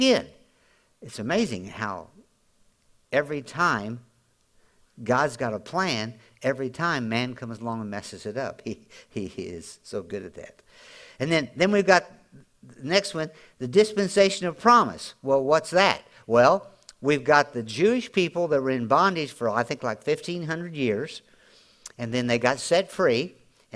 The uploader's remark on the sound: Audio podcast from Grace Church